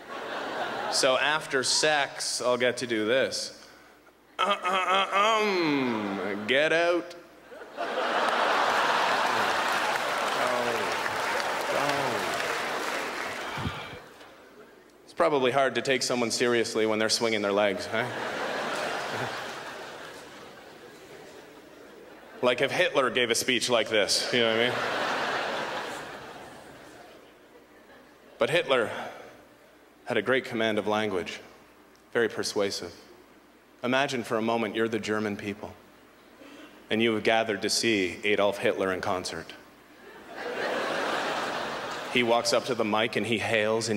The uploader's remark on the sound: brings his absurd stylings to the 2009 Just for Laughs Festival in Montreal